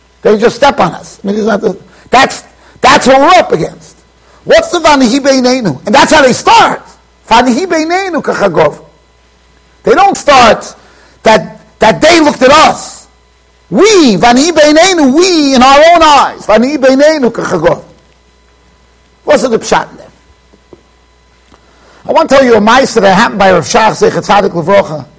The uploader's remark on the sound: Shiur recorded in Yeshivas Ohr Reuven, Monsey NY.